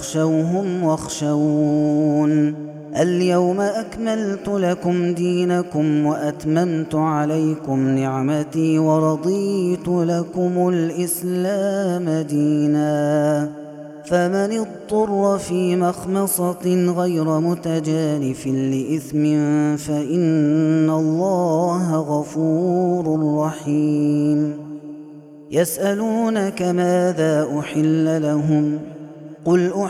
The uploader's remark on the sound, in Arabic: هذا التسجيل من صلاة التراويح